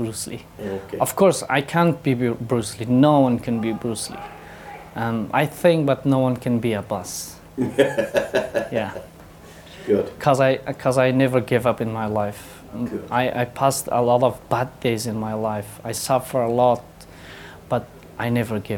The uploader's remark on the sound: Direct from the UK Martial Arts Show 2023.